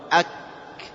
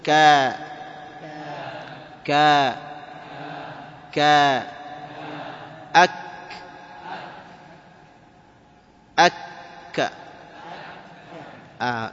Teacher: عندما يأتي الكاف ساكنا يخرج معه ذلك الهواء · Term: مهموس